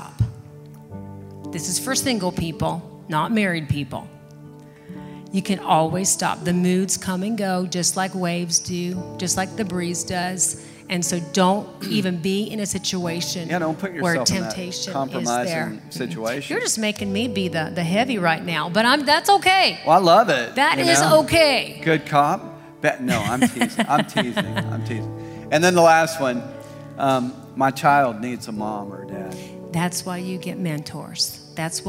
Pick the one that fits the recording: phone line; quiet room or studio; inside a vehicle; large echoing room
large echoing room